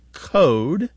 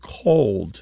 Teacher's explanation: they drop L sounds before what are known by linguists as back vowels, such as O. · Shown in: first take · These are vowels literally pronounced in the back of the mouth, especially when those vowels happen before certain consonants.